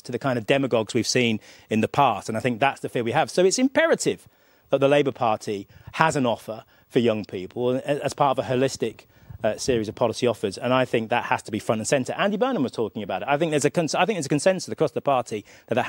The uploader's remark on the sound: joined me live at Labour Conference